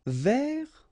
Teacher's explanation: so you don't pronounce the final S